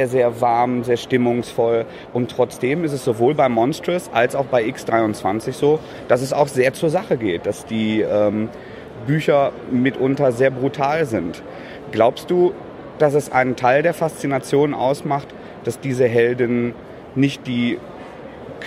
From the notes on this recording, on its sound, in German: Aufgenommen wurde das Gespräch 2016 in Dortmund auf der "German Comic Con".